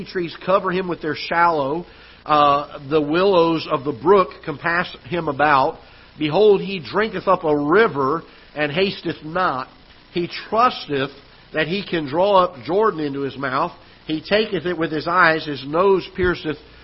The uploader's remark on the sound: Ketha Heights Baptist Church ~ Live Broadcast